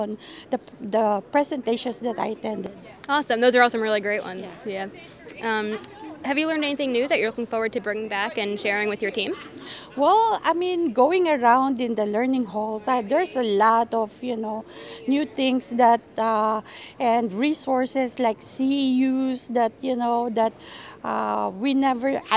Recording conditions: busy venue